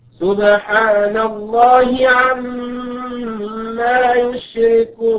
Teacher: الميم هنا مشددة فيها غنة بمقدار حركتين